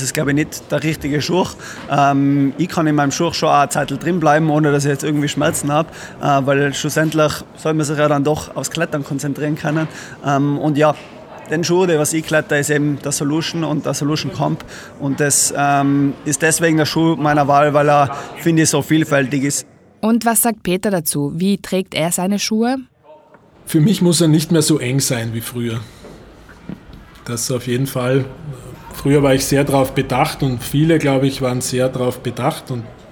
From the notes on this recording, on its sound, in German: Im Rahmen der LaSportiva Climb World Tour waren wir in der Boulder Bar in Wien. Wurde im Rahmen der Climb World Tour in Wien aufgenommen.